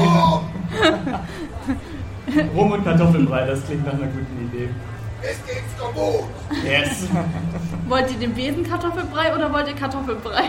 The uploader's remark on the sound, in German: Unser Live Auftritt bei Annotopia!